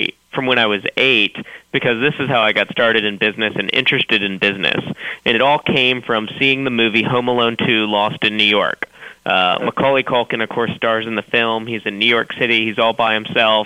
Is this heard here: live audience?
no